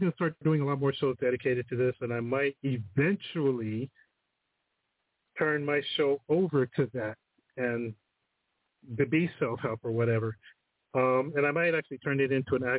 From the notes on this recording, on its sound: The phone lines are open all show today. Call in with comments and stories.